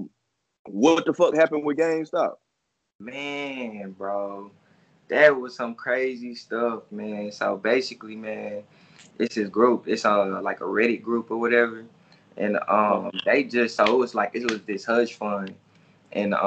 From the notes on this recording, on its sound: stopped by Via Skype